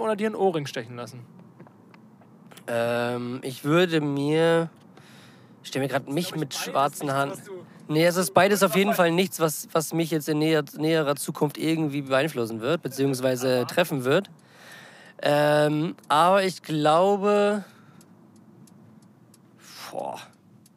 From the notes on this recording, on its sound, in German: (Car-Edition). Die erste Folge die während einer Autofahrt aufgenommen wurde.